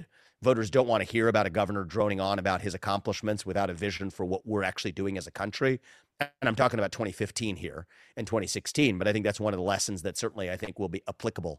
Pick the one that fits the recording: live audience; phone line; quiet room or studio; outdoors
quiet room or studio